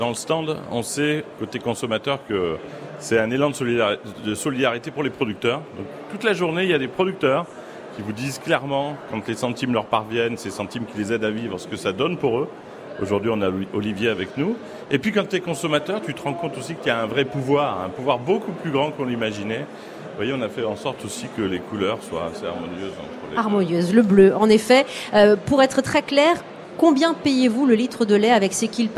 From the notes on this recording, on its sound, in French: Au salon de l'agriculture. Deuxième journée en direct du Salon de l'Agriculture pour Ma France.